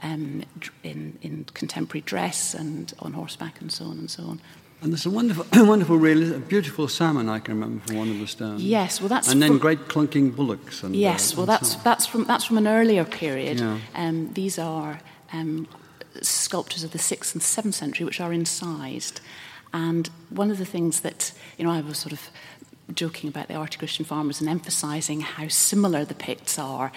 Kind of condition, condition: setting, live audience